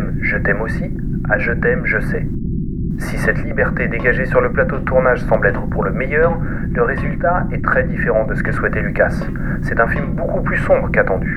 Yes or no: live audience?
no